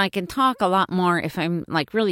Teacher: So I can talk a lot more if I'm like really thinking about talking through my nose. I can get more, a lot more nasal as opposed to my regular voice. · Term: nasality